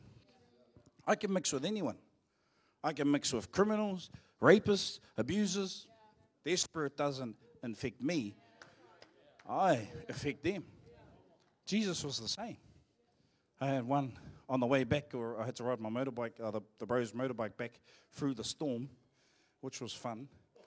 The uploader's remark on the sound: Live from IwiTapu Destiny Church Hawkes Bay